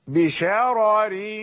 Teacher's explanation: إذن ورش يقرأ في الوصل بشرر كالقصر، وغيره يقرأ بشرر كالقصر، فخاموا الأولى ورققوا الثانية لأن الثانية مكسورة. فإذا وقف ورش وقف بشرر بالسكون المحض مع ترقيق الرأين، وله وجه آخر الروم، يعني النطق بجزء من الكسرة عند الوقف بشراري.